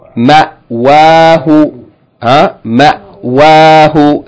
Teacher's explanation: the letter Hamza when it has no vowel when it has sukoon it's just a stop